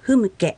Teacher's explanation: むに力を入れてしまうとふむけという形になってしまうので気をつけてんとむの間のような感じで発音してください